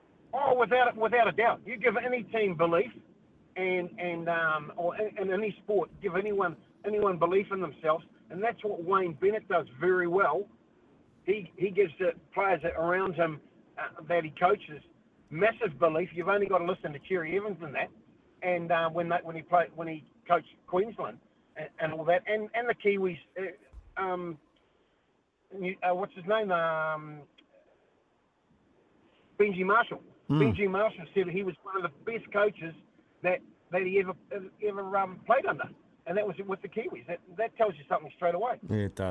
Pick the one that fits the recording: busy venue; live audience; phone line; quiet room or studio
phone line